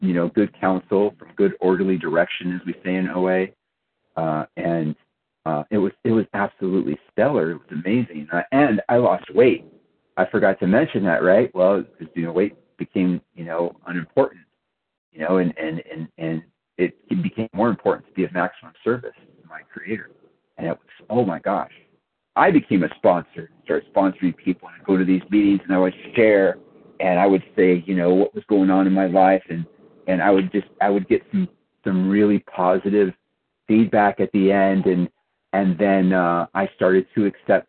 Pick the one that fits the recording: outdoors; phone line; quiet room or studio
phone line